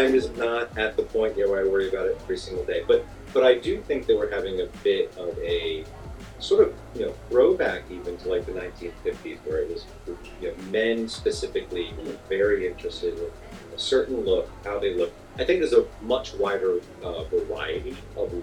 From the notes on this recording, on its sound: On location recording at The Gents Place.